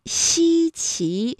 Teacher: 这个西啊和岐都是舌面音